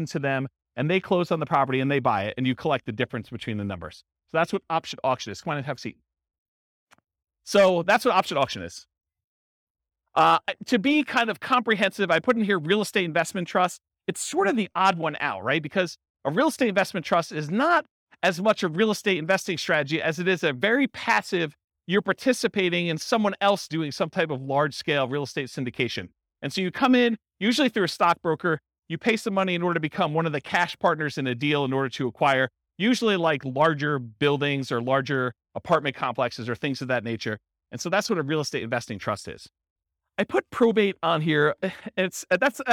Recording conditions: live audience